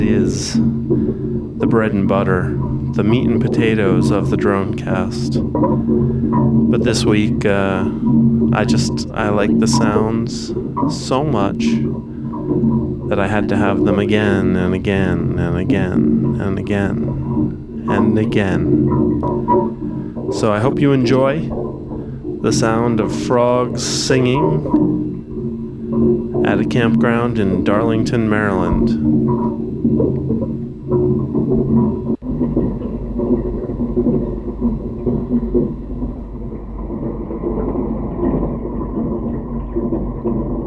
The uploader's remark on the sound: Chorus frogs in full song. A wetland full of Pseudacris triseriata (chorus frogs) singing the night away in Darlington, MD.